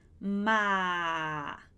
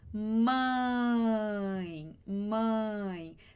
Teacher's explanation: Se você perceber, o seu nariz, ele vibra um pouquinho quando você fala esse mãe, esse sonzinho que é meio como se a gente estivesse com o nariz entupido quando tá gripado, falando com meio fanho, assim. É esse som que é o som nasal, porque, de uma certa forma, o ar sai pelo nariz enquanto a gente fala. · Shown in: second take